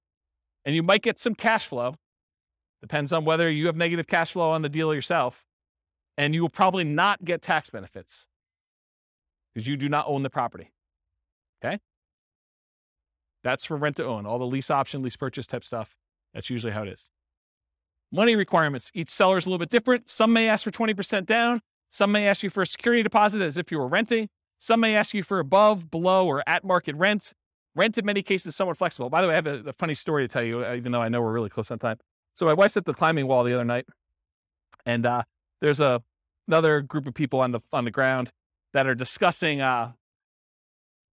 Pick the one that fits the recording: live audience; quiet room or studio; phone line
live audience